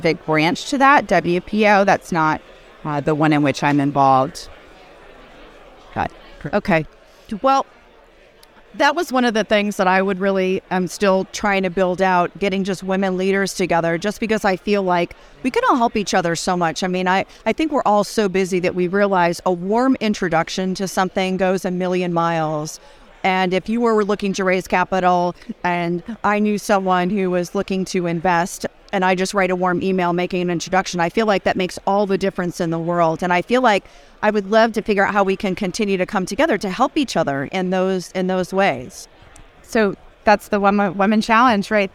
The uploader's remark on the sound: at The Benzinga Cannabis Capital Conference